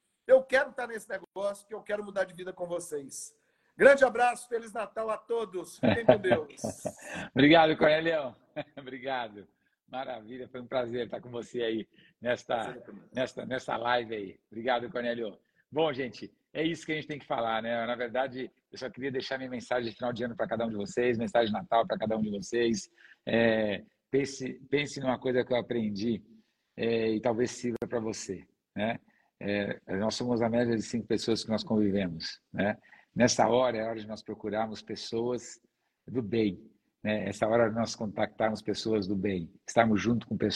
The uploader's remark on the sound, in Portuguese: Gravado em 21/12/23, via Instagram.